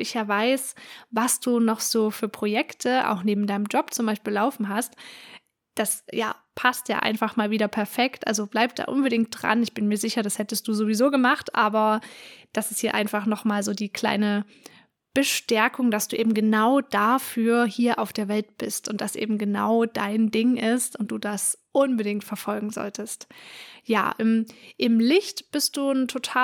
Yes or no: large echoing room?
no